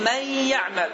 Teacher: mimdən sonra bir başa və yə hərfi şəddələnəcək